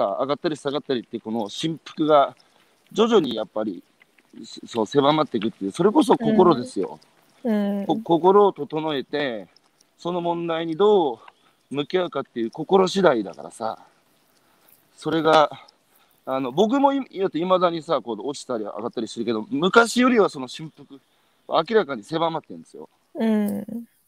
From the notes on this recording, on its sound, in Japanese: 歩きながら1時間、対談する。